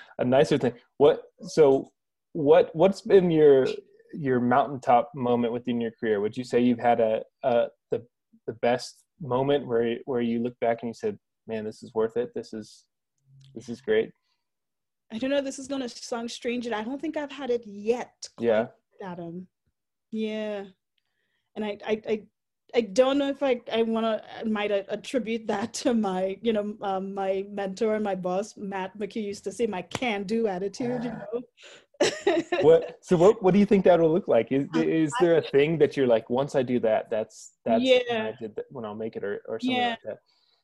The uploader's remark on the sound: joined via Zoom for a conversation